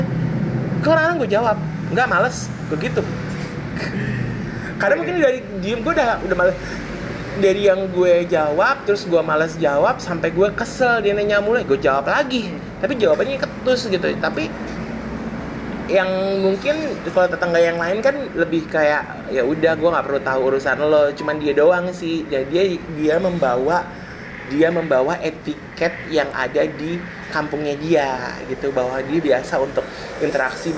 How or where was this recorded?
outdoors